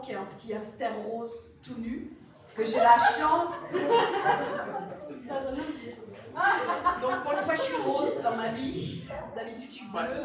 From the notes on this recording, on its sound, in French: Voici donc venir la première conférence/rencontre enregistrée lors de POPCON 2020. Il s'agit de la rencontre avec les comédiens de doublage présent sur le salon.